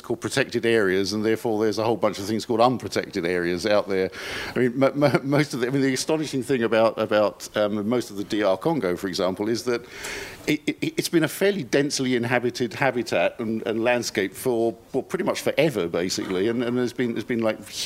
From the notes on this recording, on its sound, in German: Panel zur Tagung «Vom Aussterben bedroht?